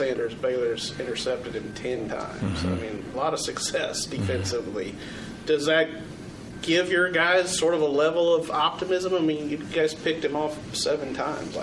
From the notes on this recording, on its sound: Press Conference